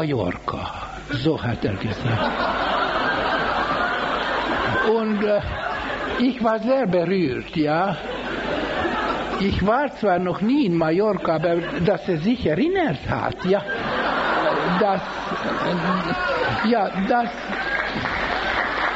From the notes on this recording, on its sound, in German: Live-Mitschnitt von 1995.